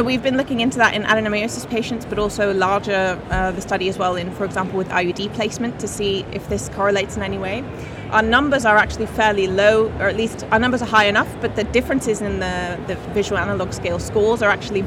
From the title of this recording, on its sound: Live from ESHRE 2023